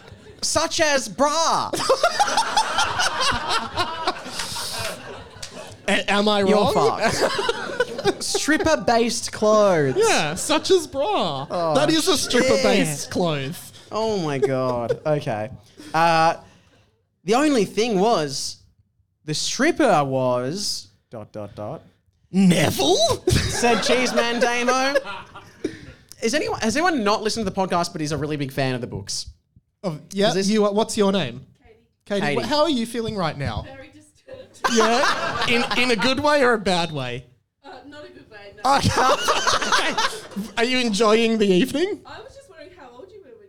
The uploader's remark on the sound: Live at the Cooper's Inn! Thanks for everyone who came out to the live show, it was amazing seeing you all there!